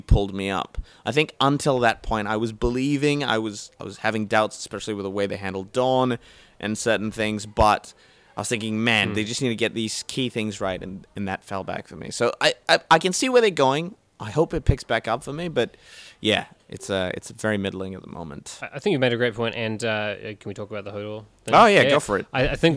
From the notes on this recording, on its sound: Recorded live at the Brunswick Street Bookstore.